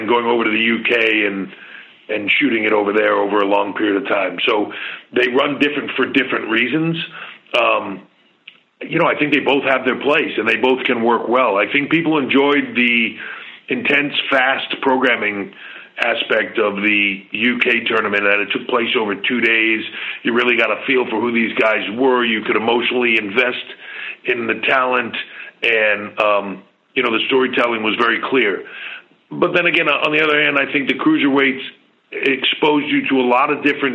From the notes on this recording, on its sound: customary pre NXT Takeover Conference Call